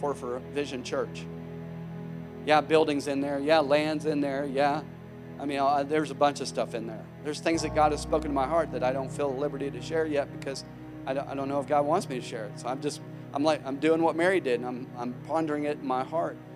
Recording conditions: large echoing room